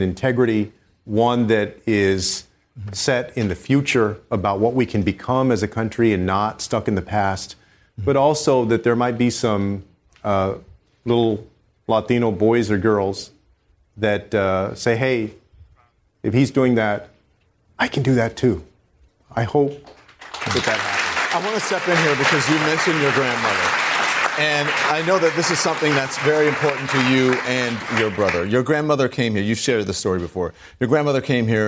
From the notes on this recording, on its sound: answers questions during a live town hall